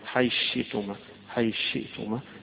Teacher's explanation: الإدغام يعني حيدخل دي في حرف واحد، حي شئتما، حي شئتما، يبقى هنا الثاء اتلغت وصار مكانها الشين